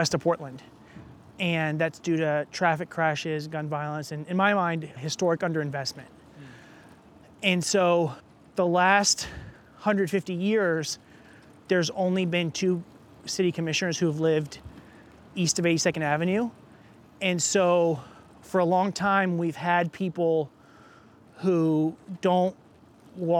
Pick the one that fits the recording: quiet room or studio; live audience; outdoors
outdoors